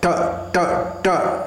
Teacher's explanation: pronounced by turning the tongue back and smacking it against the top of the palate